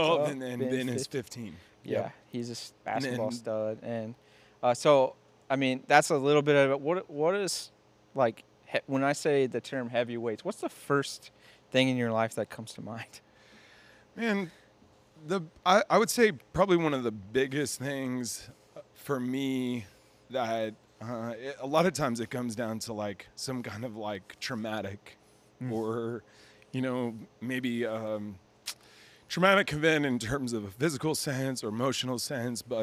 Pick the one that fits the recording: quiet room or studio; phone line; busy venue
busy venue